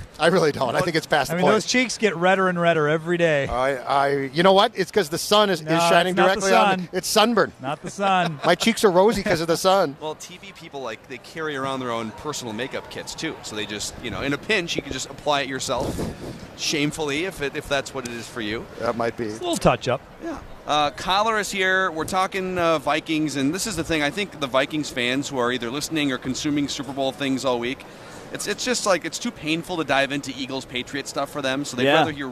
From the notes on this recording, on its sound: live from Radio Row